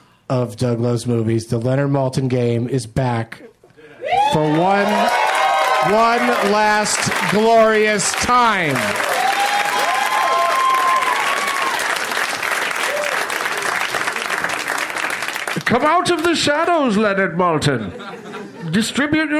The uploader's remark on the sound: Recorded live at the UCB Franklin in Los Angeles, California.